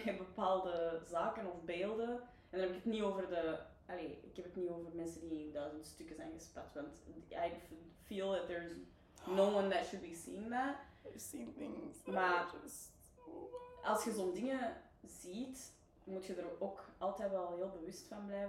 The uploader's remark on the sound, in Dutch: Helaas hebben we ondervonden dat er wat is misgelopen met de audio.